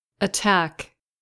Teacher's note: The first syllable made the quick schwa sound